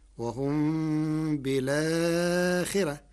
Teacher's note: قرأ ورش كلمة بالآخرة بنقل حركة الهمزة إلى الساكن قبلها مع حذف الهمزة فتصير وهم بالآخرة مع ترقيق الراء لكسر قبلها.